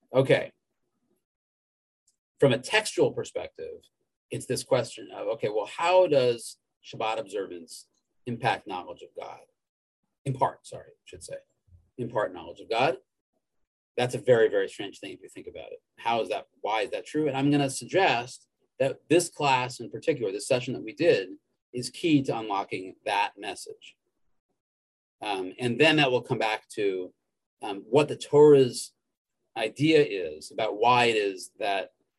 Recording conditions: video call